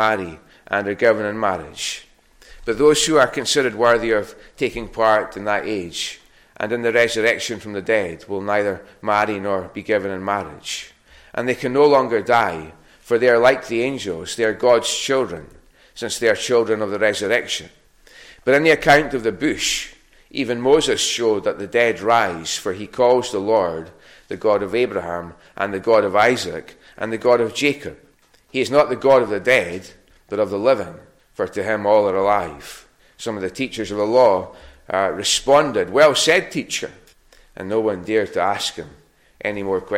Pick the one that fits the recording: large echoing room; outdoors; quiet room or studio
large echoing room